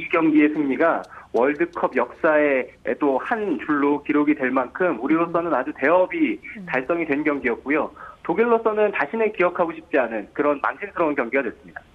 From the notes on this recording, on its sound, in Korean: 전화연결]